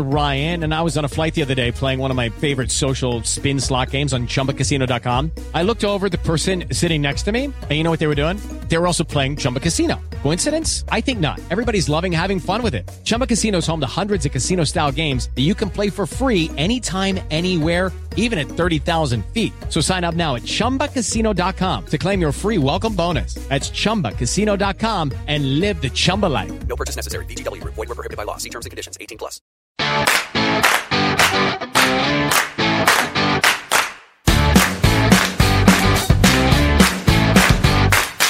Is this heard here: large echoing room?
no